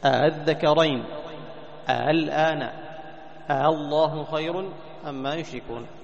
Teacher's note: تسهيل همزة الثانية التي هي همزة الوصل · Term: التسهيل